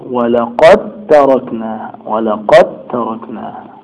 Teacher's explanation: حرفين متجانسين لا الحرف الأول ساكن والثاني متحرك ده يبقى صغير عشان الدال والتاء في تجانس فلا تنطق الدال